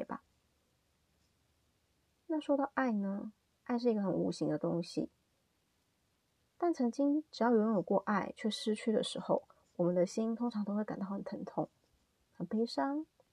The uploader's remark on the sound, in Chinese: 新手錄音，請多多包涵